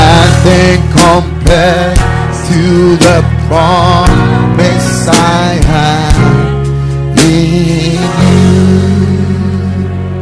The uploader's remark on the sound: Preached at the Ekklesia Campus